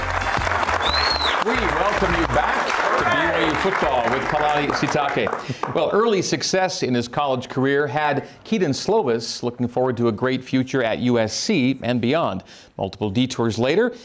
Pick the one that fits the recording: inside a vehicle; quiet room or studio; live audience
live audience